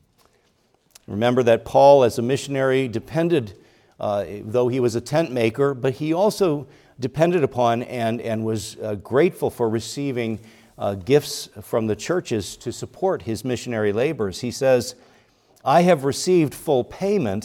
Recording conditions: large echoing room